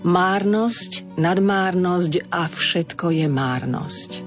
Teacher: keď máme spojku A, ktorá je znelá, meníme výslovnosť márnosť na zď · Term: spodobovať